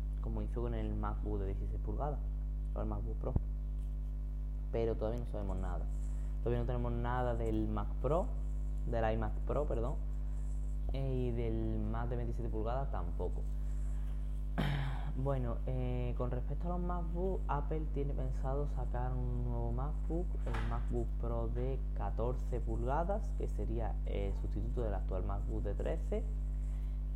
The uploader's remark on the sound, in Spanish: Perdonad que el sonido no sea el mejor. Mi micro está roto y hoy he tenido que grabar con otro.